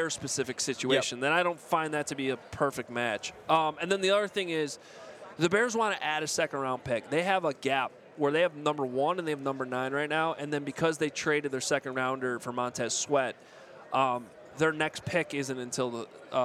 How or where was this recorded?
busy venue